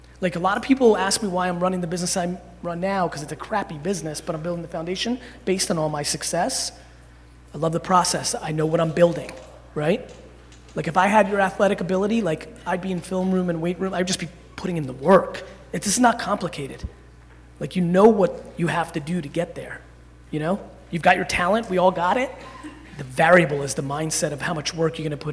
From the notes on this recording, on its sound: Speech to Alabama Football Team. Keynote.